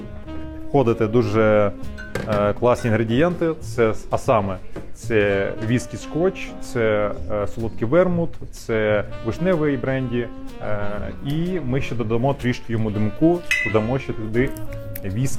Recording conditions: busy venue